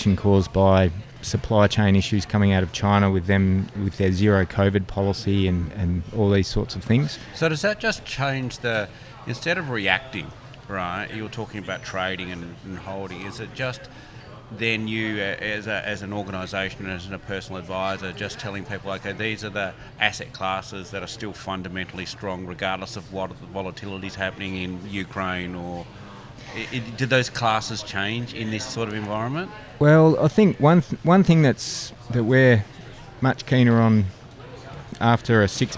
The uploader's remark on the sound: Dowerin Field Days are always filled with excitement, the hustle and bustle of the crowd. This particular episode is recorded at Dowerin Field Days 2022.